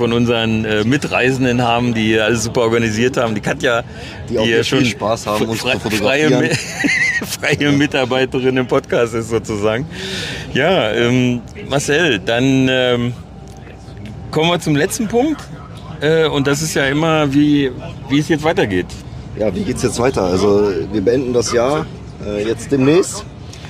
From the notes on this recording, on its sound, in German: Das Podcast-Duo war dieses Mal aber nicht, wie sonst per Internet miteinander verbunden, sondern nutzte unter dem Motto „Thank you for travelling with Deutsche Bahn“ die Rückreise im ICE vom Auswärtsspiel der Grizzlys beim Rivalen in Berlin. Dass die Stimmung im Abteil trotz der Niederlage und der schlimmen Verletzung von Fabio Pfohl beim Klassenprimus unter den mitreisenden Wolfsburger Fans gut war, kann man im Hintergrund der Aufnahme gut hören. Wie von uns gewohnt hört ihr auch noch einige O-Töne.